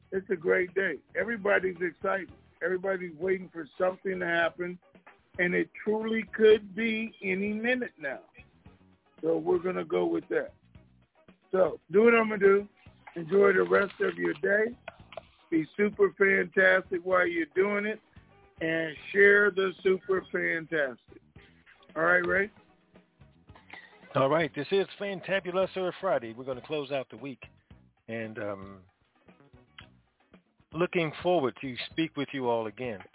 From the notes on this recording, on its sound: TNTSuperfantastic Conference Call.